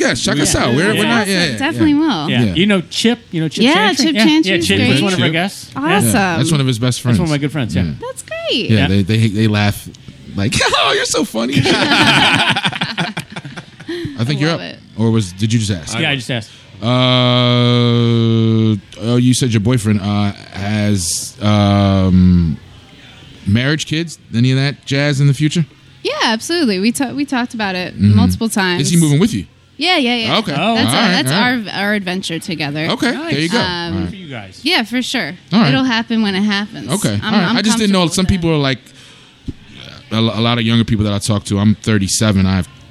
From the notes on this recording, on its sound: We were set up to record on the third floor at The Raven Lounge on Sansom Street. Our guest never showed.